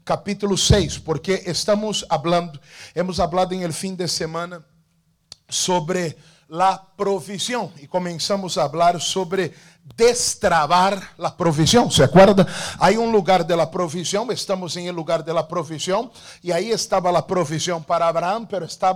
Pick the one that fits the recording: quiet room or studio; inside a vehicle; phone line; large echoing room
large echoing room